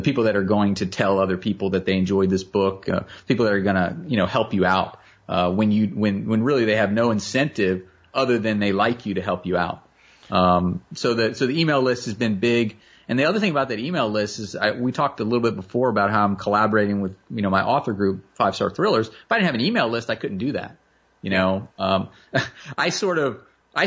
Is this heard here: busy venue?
no